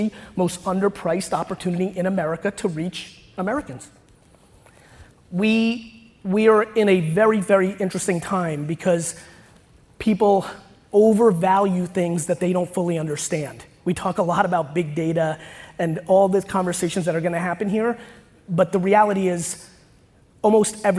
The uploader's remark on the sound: Today’s episode is from a talk that I gave last month at the MediaLink conference.